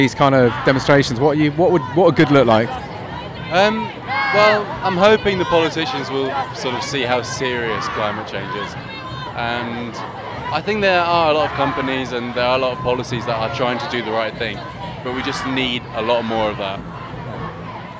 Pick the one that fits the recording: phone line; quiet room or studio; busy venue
busy venue